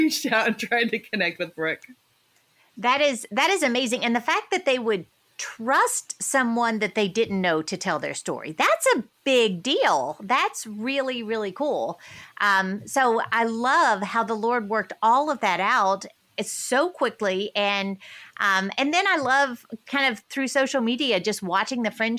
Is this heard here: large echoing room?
no